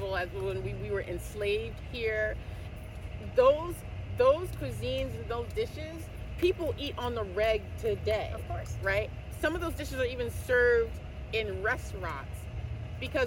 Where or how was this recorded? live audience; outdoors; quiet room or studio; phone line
outdoors